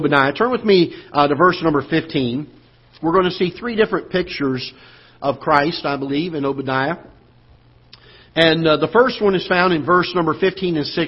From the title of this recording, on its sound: Ketha Heights Baptist Church ~ Live Broadcast